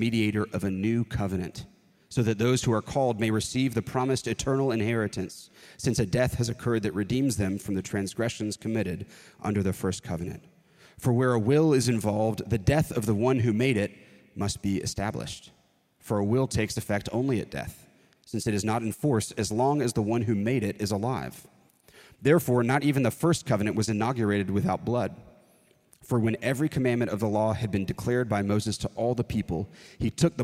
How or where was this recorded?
large echoing room